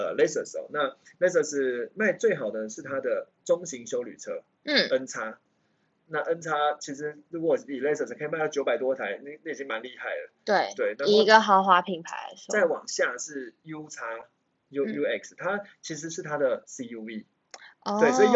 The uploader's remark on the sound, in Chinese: 抱歉EP1-7收音較差